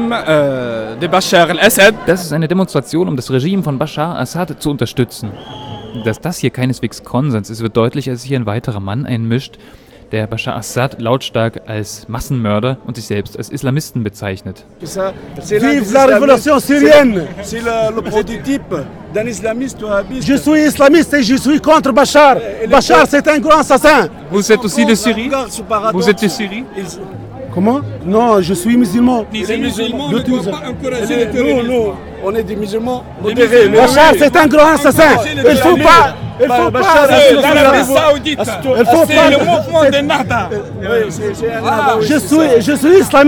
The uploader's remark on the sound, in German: Eroeffnungsdemo Weltsozialforum 26.3.2013 Tunis